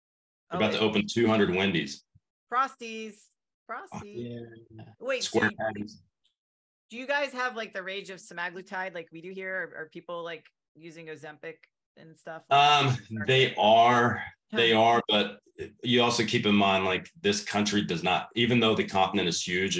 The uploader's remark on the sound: This conversation was recorded as part of my virtual summits.